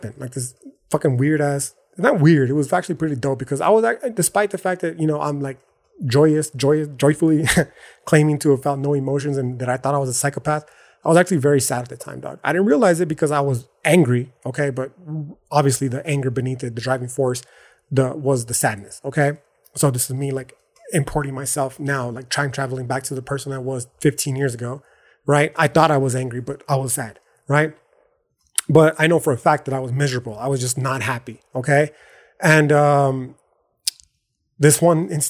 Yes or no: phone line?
no